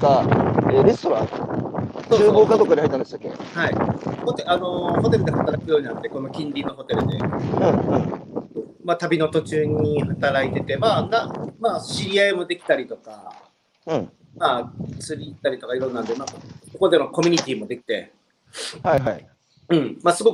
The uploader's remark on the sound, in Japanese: 歩きながら1時間、対談する。歩くラジオ。